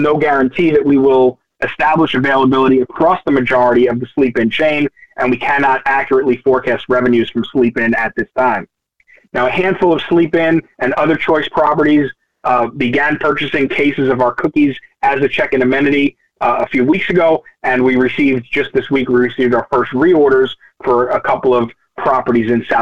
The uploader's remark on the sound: Nightfood June 2023 Conference Call. Answer investor questions.